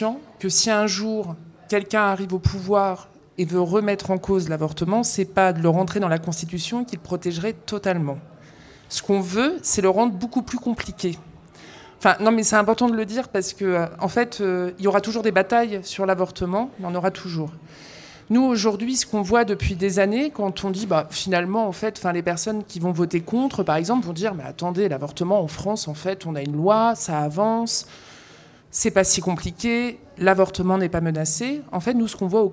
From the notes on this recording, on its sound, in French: Rediffusion Live. Le Point Ephémère a accueilli un enregistrement d'un épisode de Popol en live !